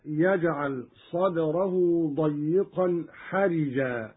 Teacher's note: قرأ قالون بكسر الراء هكذا